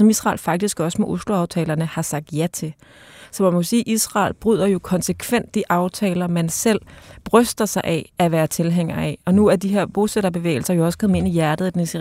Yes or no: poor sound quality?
no